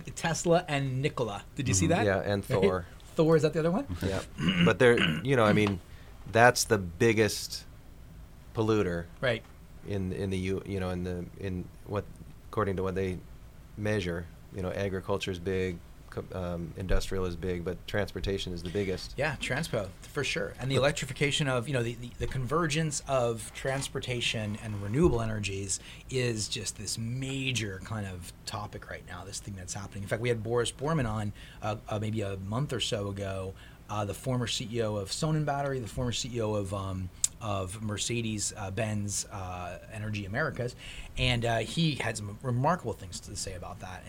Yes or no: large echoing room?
no